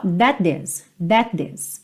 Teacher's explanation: Vai ficar juntinho um T só